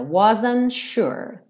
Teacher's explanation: Aqui o T do wasn't dá uma sumida.